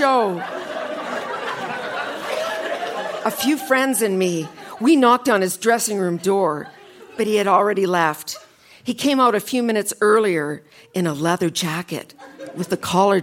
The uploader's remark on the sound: Recorded live at The Artesian in Regina.